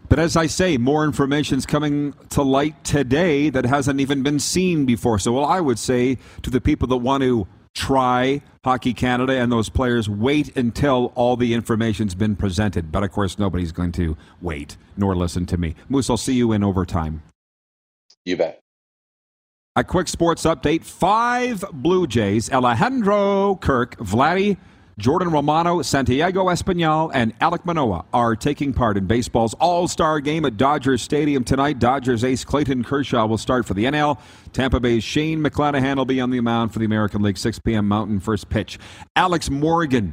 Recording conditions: busy venue